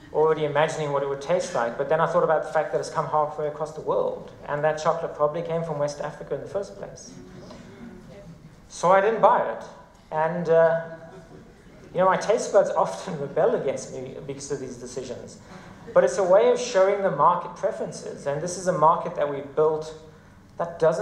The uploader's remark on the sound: TEDxJohannesburgSalon. This talk was given at a TEDx event using the TED conference format but independently organized by a local community.